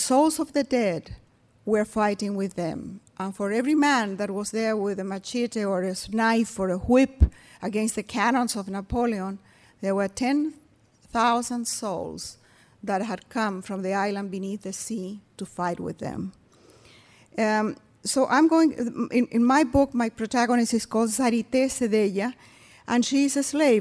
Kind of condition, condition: setting, live audience